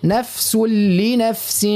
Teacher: نعملوا الادغام لكن ما نشدوش، ما نركزوش في اللام · Term: ادغام كامل